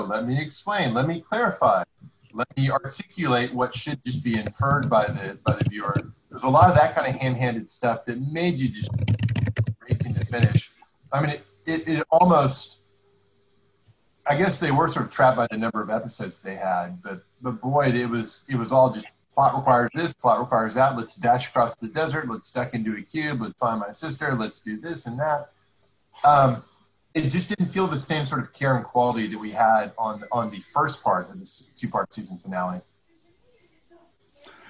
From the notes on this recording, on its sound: This is our second lockdown episode, simulcast as a Zoom-based video!